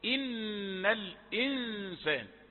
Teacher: إن كسرة ثقيلة، يعني قم بعملية استفال انخفاض أدوات النطق. إن الإنسان، هكذا الكسرة، ولا تقول إن الإنسان، هذه إمالة بين الكسر والفتح، وهذه أمور لا ينتبه إليها أحد ولا توضع تحت قواعد معينة، وإنما يفهمها القارئ والمعلم الذي يعلم القارئين يعني ببساطة إن الإنسان.